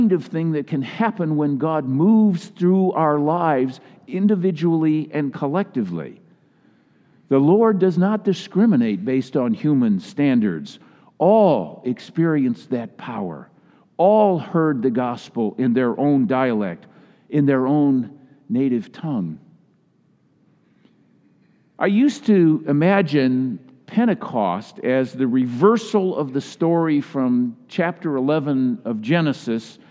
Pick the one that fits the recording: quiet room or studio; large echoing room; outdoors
large echoing room